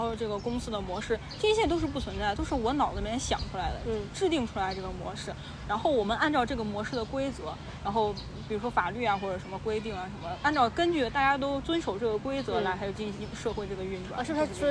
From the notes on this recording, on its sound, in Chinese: 录制于北京动物园的一期考古科普节目。录制时我们面对着亚洲象，有着极其自然喧嚣的环境音，你能听见飞来飞去的乌鸦叫，和跑来跑去的尖叫小朋友。